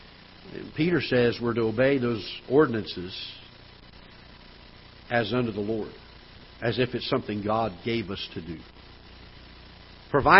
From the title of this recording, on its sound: Ketha Heights Baptist Church ~ Live Broadcast